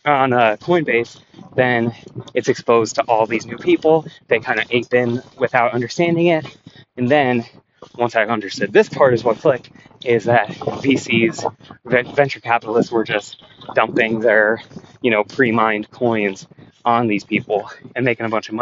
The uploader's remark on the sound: NOTE: I recorded this while walking. I was walking on rocks for the first couple minutes but realized it was loud, so for the last 90% the audio should be decent.